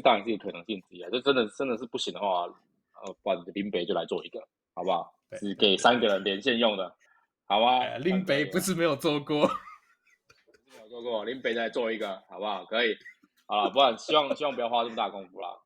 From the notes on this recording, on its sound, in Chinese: 日本發言人外出取材中～(本集錄音時間為十二月初)。測試新錄音軟體中，音質如不佳，敬請見諒。